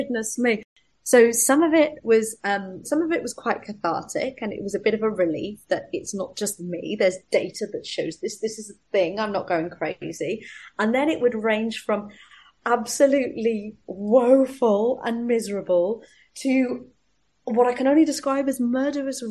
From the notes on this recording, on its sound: got on the Zoom